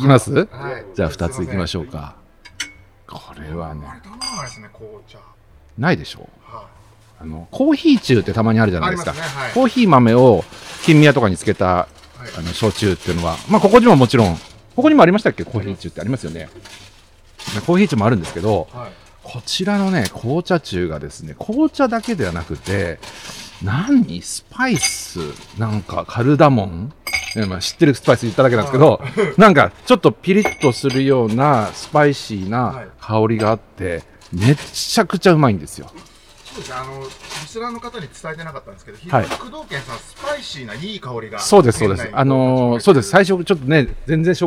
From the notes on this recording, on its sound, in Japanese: 今週は初のサカバ収録。新橋駅前ビル2号館の 工藤軒 さんにお邪魔して、ほろ酔いトークを繰り広げております。